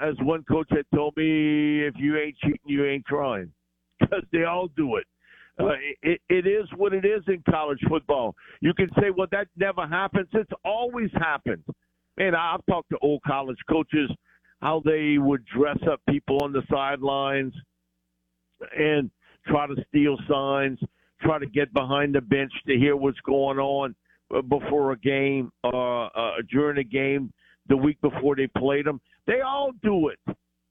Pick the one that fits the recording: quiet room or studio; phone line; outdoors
phone line